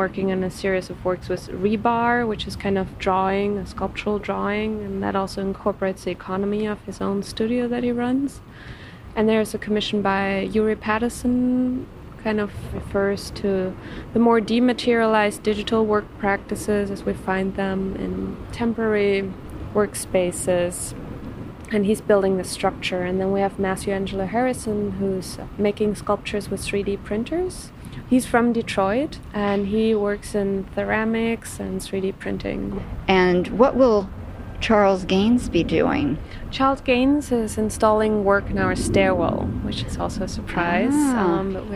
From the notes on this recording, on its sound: Field recordings: A conversation at Perez Art Museum. A site visit with curators. Before the opening of the new Institute of Contemporary Art Miami space.